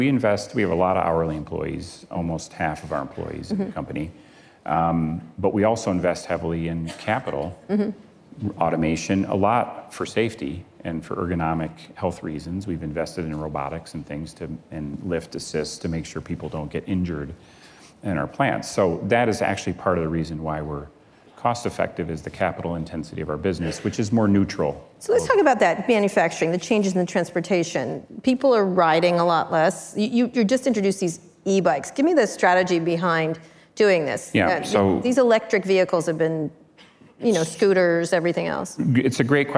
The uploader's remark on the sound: live onstage at the 2019 Code Conference